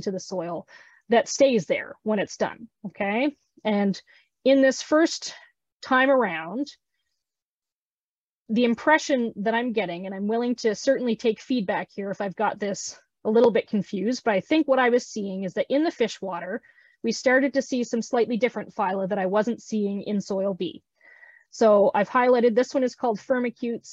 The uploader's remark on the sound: 3rd Annual Virtual Aquaponic Cannabis Conference. Featuring speakers from around the world.